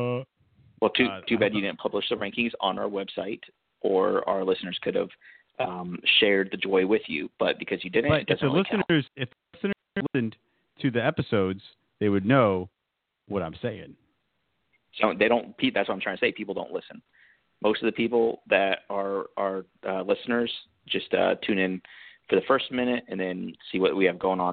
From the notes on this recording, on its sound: go live to take calls